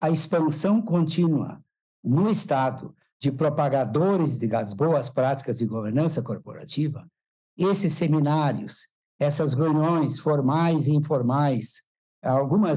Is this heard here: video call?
yes